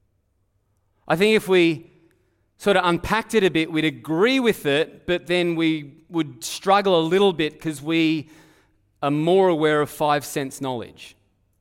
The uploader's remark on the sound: Live at Echo Church Melbourne.